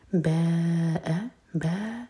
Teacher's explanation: بند نہیں کریں گے اور پھر با پڑھیں گے باء با مد متصل چار حرکہ لمبا اور پھر حمزہ پر کٹ آف ساؤنڈ